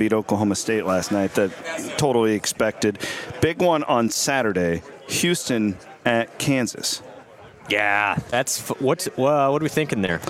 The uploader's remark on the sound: report live from the Terraplex Ag booth at the 2024 Iowa Ag Expo